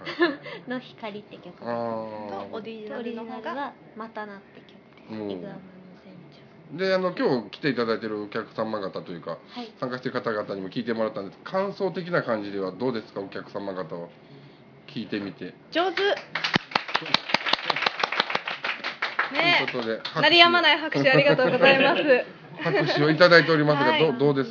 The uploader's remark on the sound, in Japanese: DVDイベントでのちーラジ収録1本目。SHOWROOMと同時に。声ちっちゃ！